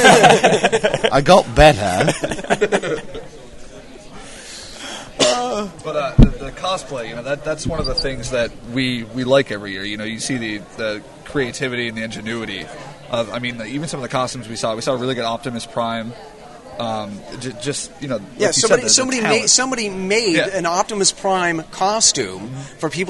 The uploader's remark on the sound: A conversation with the guys from "Geeks With Issues" that was recorded at this year�s New York comic-con.